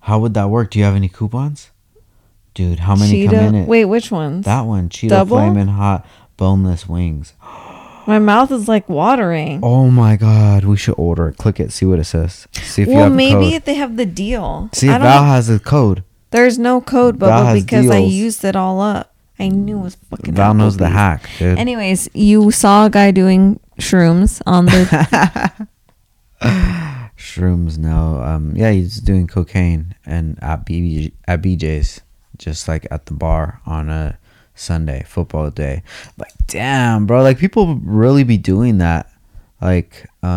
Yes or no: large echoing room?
no